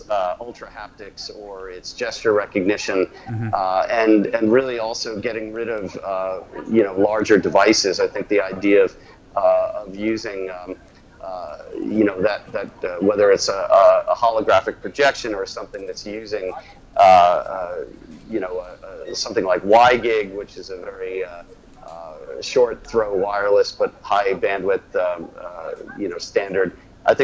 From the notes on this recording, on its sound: Lets go straight to the floor at CES. Live at Eureka Park.